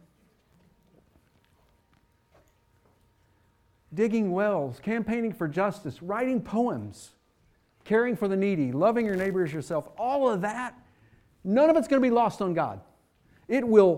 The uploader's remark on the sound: Fuquay-Varina church of Christ sermon audio from Sunday, January 21, 2024.